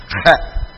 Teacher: that C-H is a throat-clearing sound that's not a normal sound for us. We don't talk like that in English unless you're from Scotland and you're talking about a Loch, or the German that has a Ah.